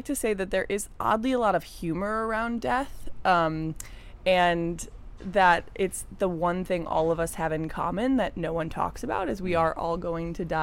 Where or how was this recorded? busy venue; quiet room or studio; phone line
busy venue